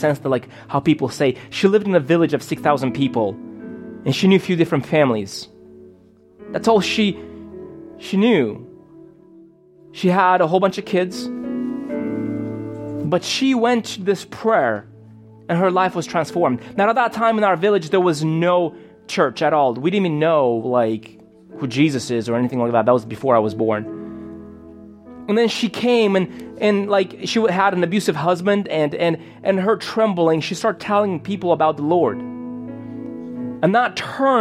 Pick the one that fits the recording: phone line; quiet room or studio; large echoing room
large echoing room